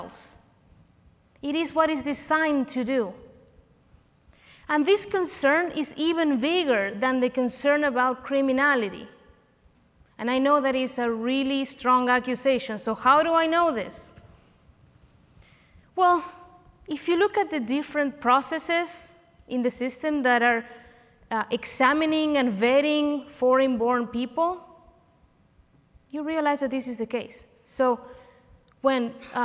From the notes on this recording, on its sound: Recorded live at OCON 2023.